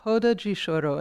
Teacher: it's called a roda de choro, and the R is pronounced as an H